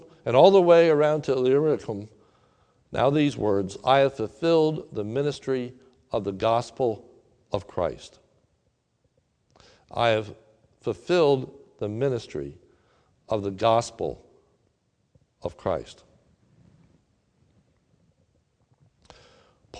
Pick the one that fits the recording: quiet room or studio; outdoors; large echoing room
large echoing room